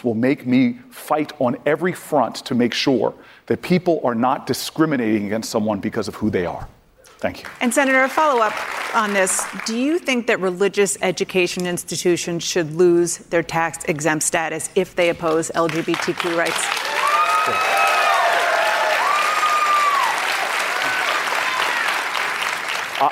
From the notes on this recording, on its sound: answers questions during a live town hall